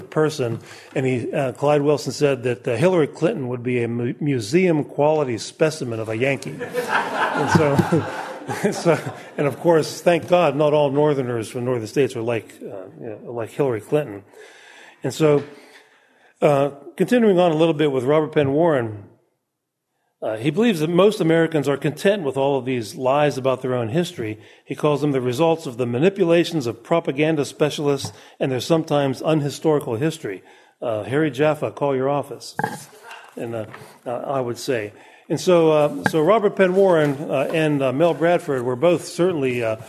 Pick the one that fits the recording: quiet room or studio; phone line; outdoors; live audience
live audience